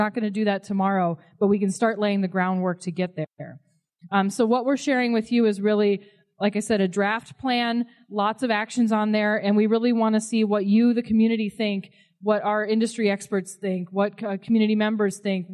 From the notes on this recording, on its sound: Features sessions from the Anchorage Assembly's Community Housing Action Summit. The event was open to the public and consisted of speakers discussing the issues behind the city's housing shortage, solutions to the issue and breakout sessions for more in-depth discussions. This event was recorded on November 3 at the UAA Student Union.